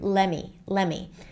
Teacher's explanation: So the let me, we can reduce it to lemme